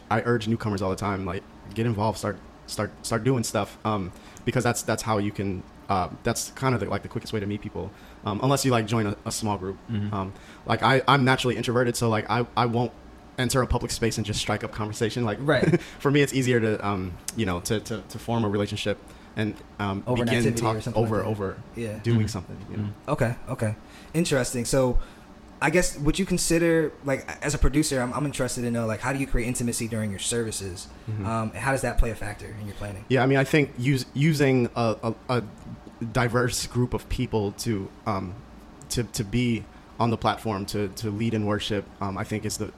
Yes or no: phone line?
no